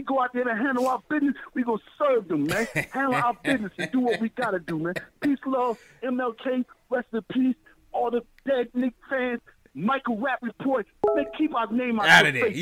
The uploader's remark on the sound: take live phone calls from fans around the world.